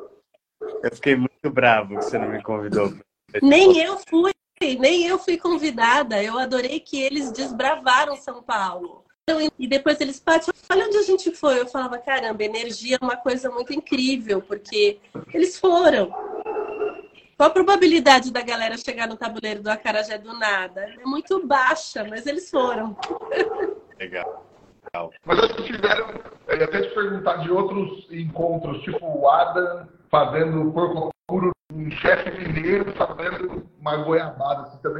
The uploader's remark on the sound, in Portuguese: Neste episódio trouxemos a live pós Churrascada 2023. Como é áudio da live, não está tão perfeito.